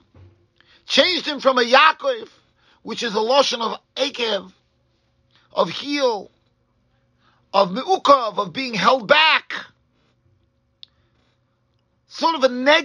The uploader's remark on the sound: Shiur recorded in Yeshivas Ohr Reuven, Monsey, NY.